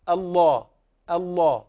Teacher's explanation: أريد منك أن تهتم بتغليظ لفظ الجلالة، لام لفظ الجلالة الله · Term: تغليظ اللام